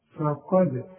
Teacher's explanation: فما تقولش ايه فقد، لا فه، القاف مفخمه، هنقول فه فه ورجع لي شفايفك على هيئه ابتسامه عشان الفه، وبعدين القاف مفخمه فقد. الدال بقى اوعى تطلع منك ضال عشان تقول لي فقاد فقاد ضال، لا يا سيدي دي دال فقاد.